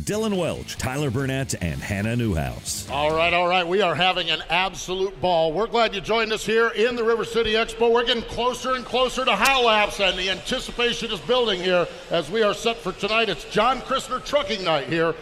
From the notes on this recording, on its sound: Live at the 2019 Chili Bowl Nationals in Tulsa, OK., talking to drivers and fans about tonight's festivities.